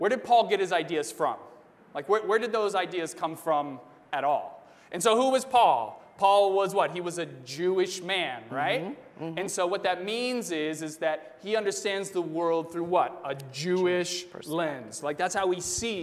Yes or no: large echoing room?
yes